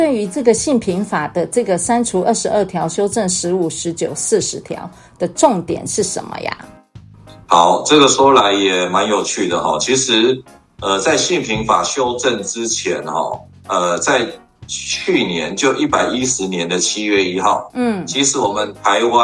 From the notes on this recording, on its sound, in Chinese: 以call out的方式訪問。音質較不穩定，敬請見諒！